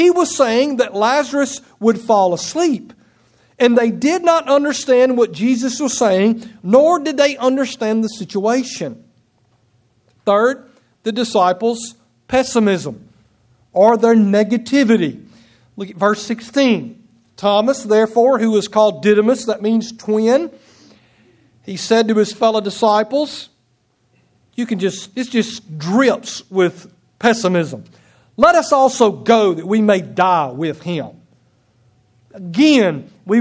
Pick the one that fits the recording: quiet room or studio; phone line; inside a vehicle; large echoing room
large echoing room